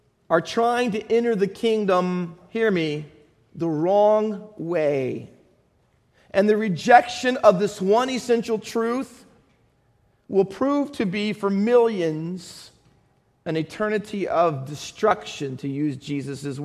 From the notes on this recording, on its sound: Faith Baptist Church in Hamilton, NJ.